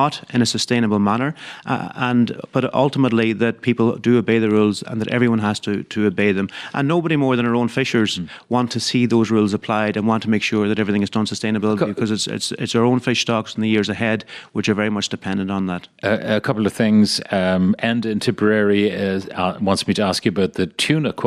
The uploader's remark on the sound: we were live from the Irish Skipper Expo at University Limerick